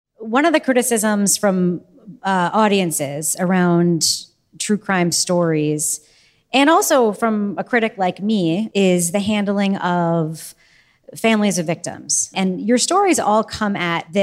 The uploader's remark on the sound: This bonus episode was recorded in front of a live audience at Podcast Movement.